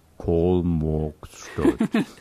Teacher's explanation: Und dann gibt es natürlich viele Gegenden in Sachsen, wo dann auch das A so ein bisschen zum O wird.